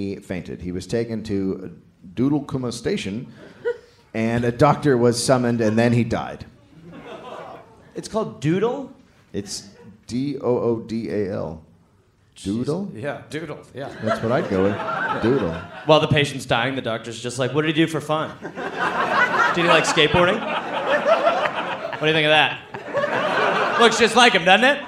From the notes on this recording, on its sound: Live in Australia. Live in Canberra, Australia.